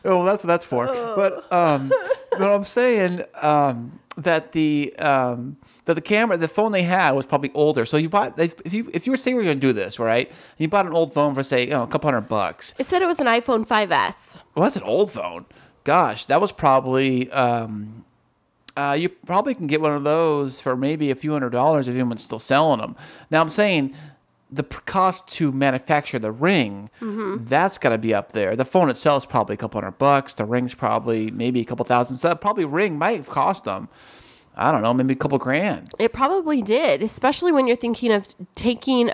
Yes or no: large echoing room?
no